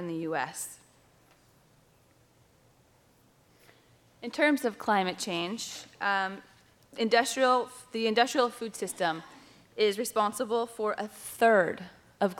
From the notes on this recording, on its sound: This episode features a recording of a panel discussion from the Reducetarian Summit, held in New York City in May 2017.